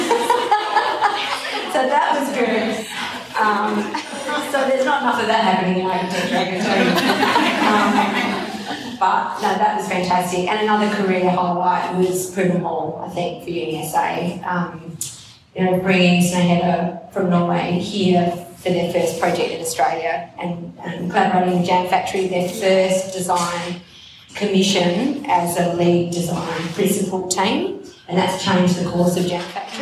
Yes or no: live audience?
yes